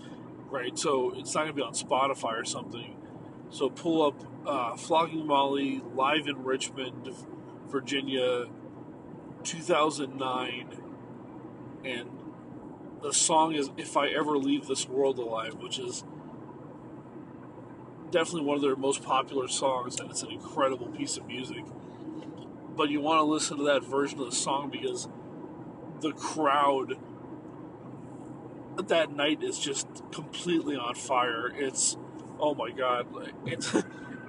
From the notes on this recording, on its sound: Just another night in the car on the road